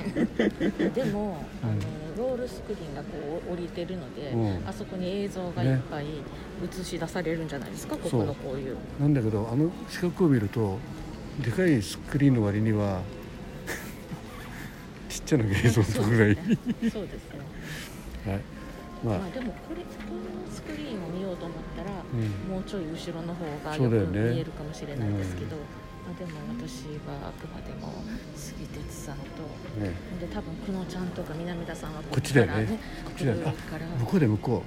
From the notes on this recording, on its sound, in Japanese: 鉄道開業150年を音楽で祝うスペシャルコンサート「中央線組曲」会場内で収録。間もなく14時開演。